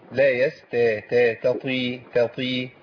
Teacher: أفصل بين التاء والطاء عشان ما تبقاش التاء طاء